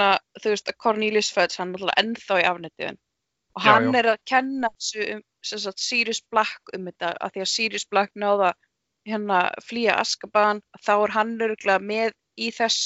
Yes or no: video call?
yes